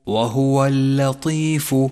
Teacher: انتبه إلى ترقيق اللام، فلا تقل وهو اللطيف، فهذا خطأ شائع